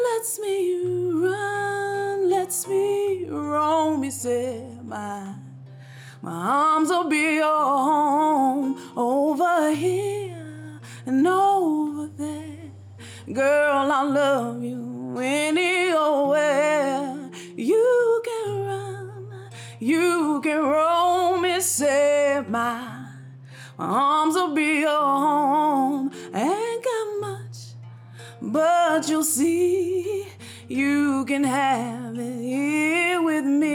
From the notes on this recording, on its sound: Each episode of Crash Radio features local musicians, writers, and storytellers presented as a live event in Asheboro, NC, which is then edited for broadcast. This episode was recorded live at Four Saints Brewery in Downtown Asheboro.